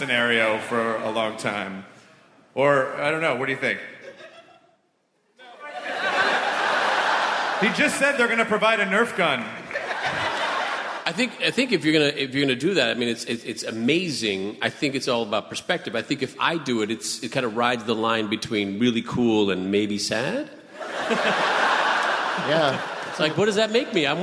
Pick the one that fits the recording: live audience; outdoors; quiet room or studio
live audience